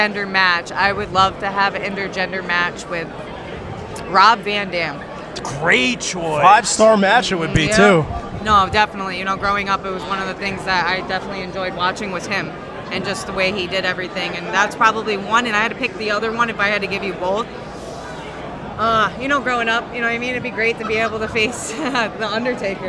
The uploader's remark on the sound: joins the show LIVE from Wrestlebash 22 courtesy of Parker Kane Promotions